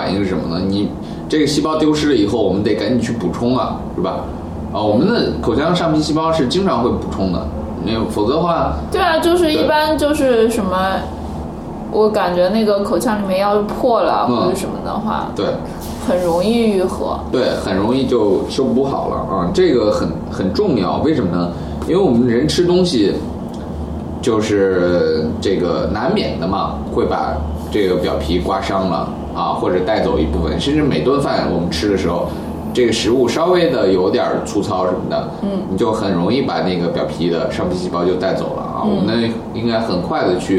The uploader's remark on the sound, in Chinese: 本期节目为在张大妈办公区用录音笔录制，可能有街道上的杂音，请见谅。